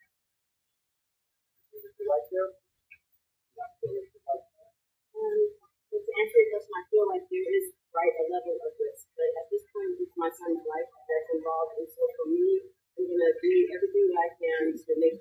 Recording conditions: poor sound quality